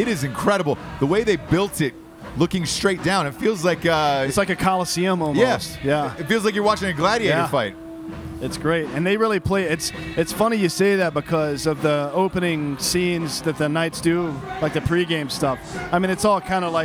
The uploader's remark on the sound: live from the Las Vegas strip outside of T-Mobile Arena